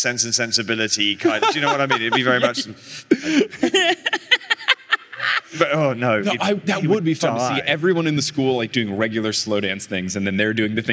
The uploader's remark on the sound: Live from LeakyCon Orlando 2022